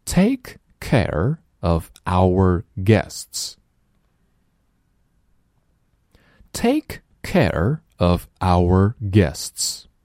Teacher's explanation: 这里 care 一个双元音，然后 our 这其实是一个三元音连在了一起，先是 our，然后后面 our 来一起读。Take care of our guests.